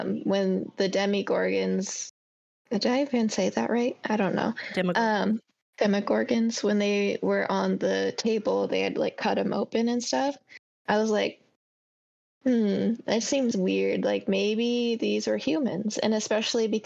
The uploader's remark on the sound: We are still working through our technical difficulties